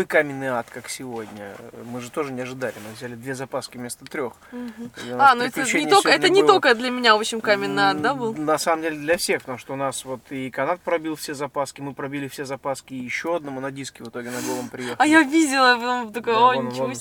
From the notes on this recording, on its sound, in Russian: Этот выпуск я записал на бивуаке посреди пустыни в Марокко, после финиша СУ4.